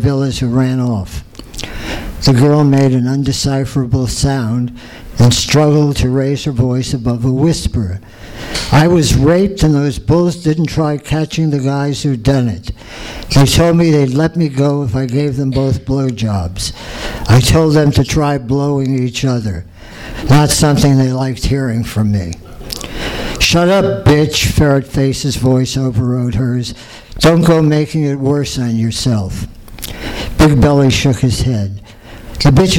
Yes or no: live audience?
yes